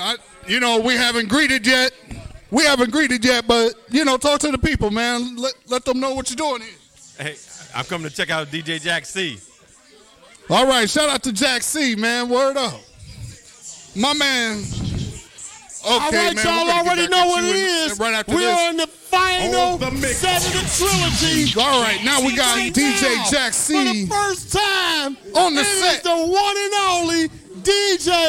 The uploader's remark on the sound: Rock the Crowd is on location at Just Jettie's in Cleveland OH. Rock the Crowd is on location at Just Jettie's in Cleveland OH.